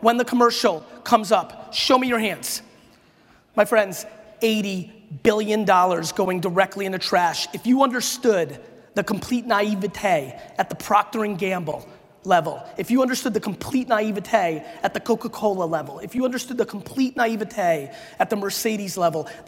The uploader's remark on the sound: A Keynote: SALT Conference 2017